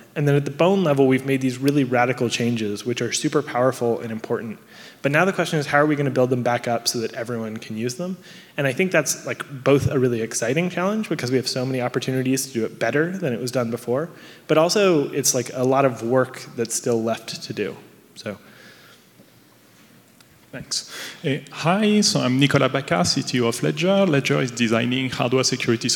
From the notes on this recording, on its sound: Last month, I put on a suit and headed to San Francisco for the Future of Digital Currency and Blockchain conference. The second panel I moderated at the event. This episode was minimally edited.